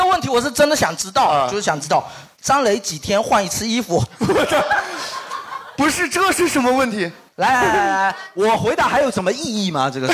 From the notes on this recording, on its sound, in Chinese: 举办七夕专题活动——《吐槽大会》。其中分别设置情侣们和单身者的游戏环节。更有主播随机抽取号码，单身观众现场模拟相亲环节。